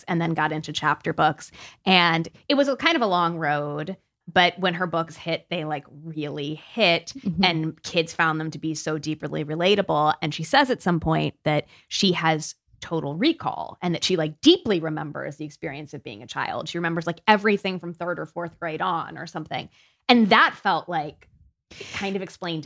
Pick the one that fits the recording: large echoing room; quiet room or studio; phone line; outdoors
quiet room or studio